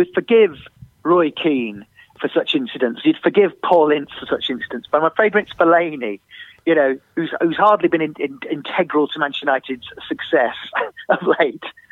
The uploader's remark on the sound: on the phone